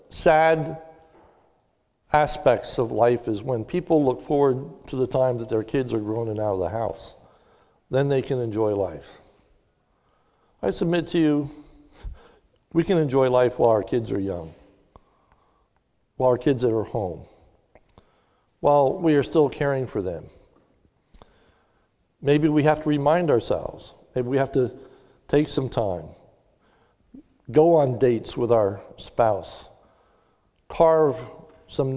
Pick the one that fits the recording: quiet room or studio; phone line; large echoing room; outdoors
large echoing room